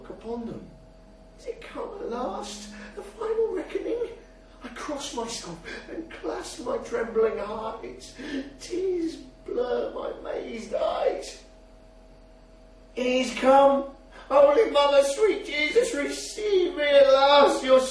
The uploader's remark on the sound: at the Liars' League Leeds Fire & Brimstone event on Monday 21st November, 2011 at Milo Bar, Leeds